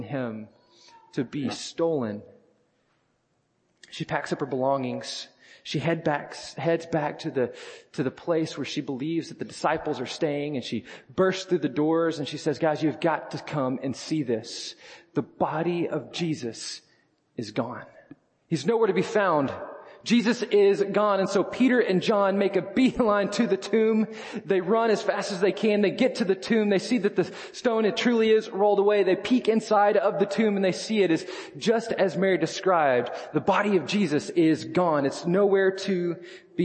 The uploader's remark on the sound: First Baptist Church Belton Texas Sunday Morning Sermon